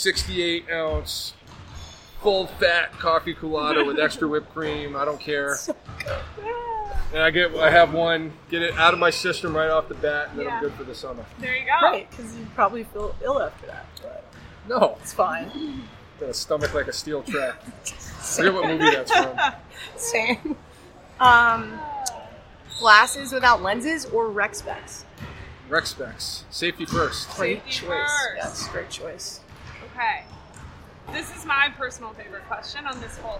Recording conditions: busy venue